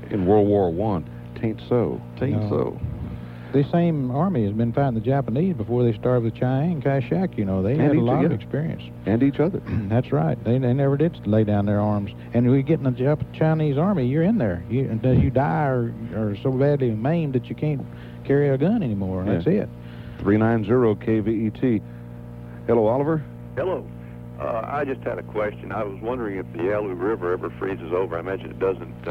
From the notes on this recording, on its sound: Austin Radio station KVET. In a call-in show about their experiences.